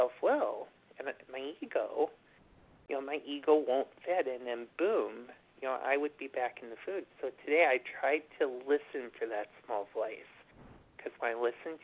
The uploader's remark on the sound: from the 100 Pounders Phone Meeting